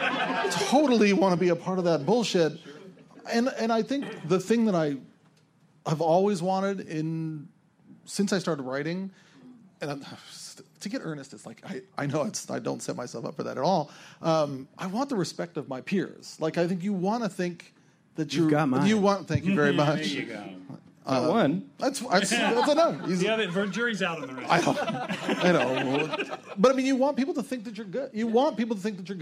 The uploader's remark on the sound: Two rounds in this live episode because not everyone could fit on the stage at once! Recorded live at LA Podfest.